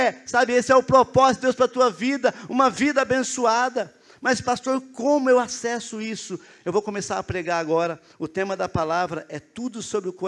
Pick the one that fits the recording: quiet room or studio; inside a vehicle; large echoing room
large echoing room